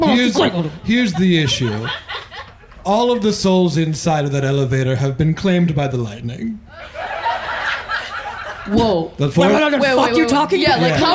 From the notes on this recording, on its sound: Live from Vulture Fest LA. Live at Vulture Fest in Los Angeles.